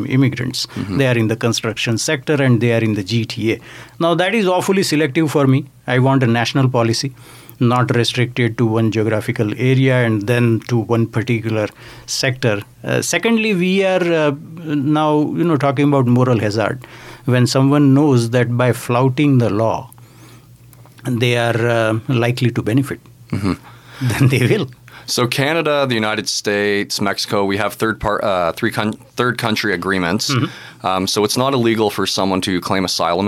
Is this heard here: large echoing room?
no